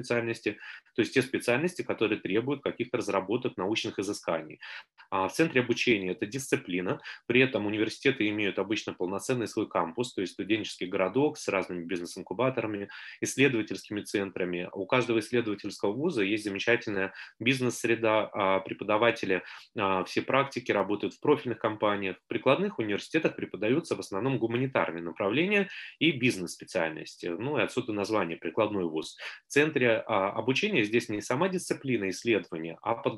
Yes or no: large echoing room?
no